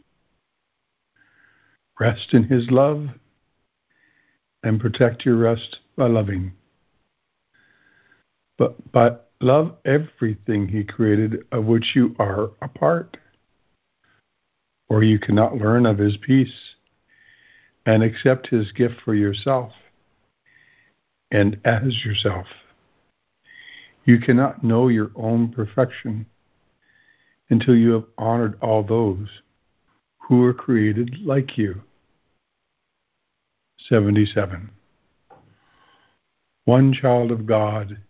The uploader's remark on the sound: ACIM Daily Conference Call